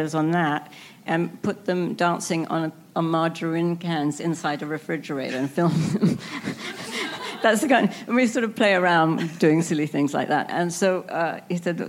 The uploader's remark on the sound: Recorded at ATX Television Festival